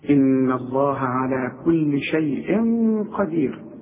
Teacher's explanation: الشين مفتوحة، الياء ساكنة، عند الوصل لا مد، عند الوقف حركتين وأربعة وستة